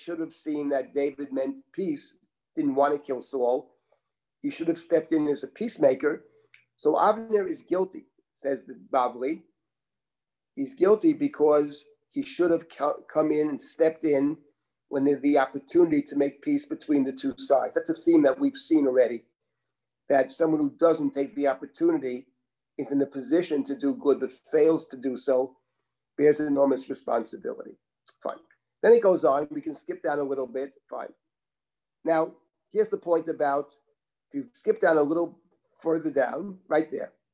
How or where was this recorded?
video call